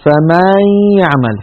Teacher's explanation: الخطأ أن يقول الإنسان فمن يعمل فيمط فتحة الميم · Term: التمطيط